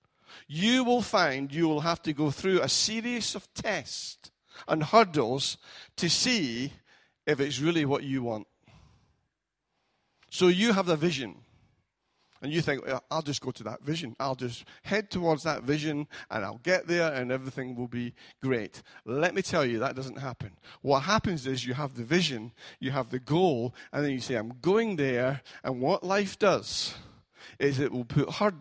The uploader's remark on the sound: Recorded at freedomcentre church, Preston on Sunday 1st July 2018